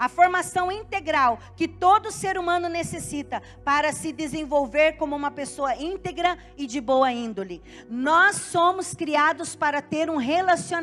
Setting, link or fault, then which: setting, large echoing room